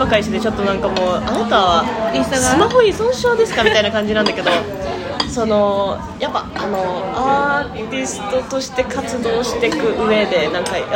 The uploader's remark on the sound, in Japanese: 今回大分ガヤいです。ちゃんとした録音環境を作りたい、ピンマイク？いやしかしこのガヤガヤ感もいいのか？